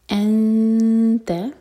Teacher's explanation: تا کے لیے زبان تیار کریں گے جب ہم اخفا کریں. اخوا کرتے وقت نون کے مخرج کو ٹچ نہیں کریں گے اور دو سیکنڈس کا ٹائم دیں گے.